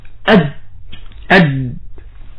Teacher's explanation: تأتي إلى الجيم فتقول أد، حدث غلق تام لمجرى الهواء فهو حرف شديد